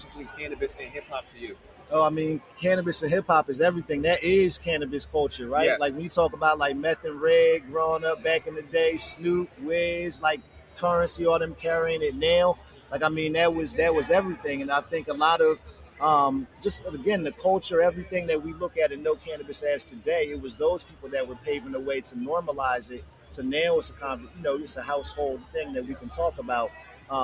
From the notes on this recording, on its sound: Another episode live from Black Cannacon.